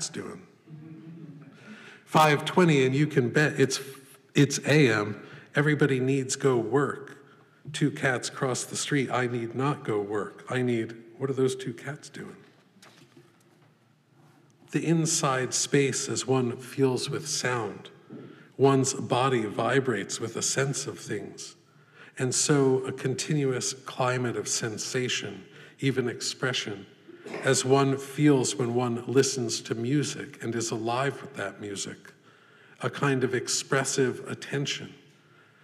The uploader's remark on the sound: This lecture was given May 22, 2014, at the Poetry Foundation.